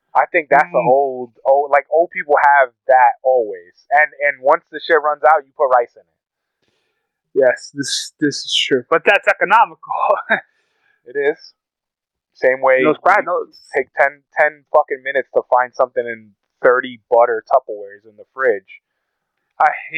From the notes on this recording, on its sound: Excuse the audio its a tad muffled but we didn't want to waste this episode!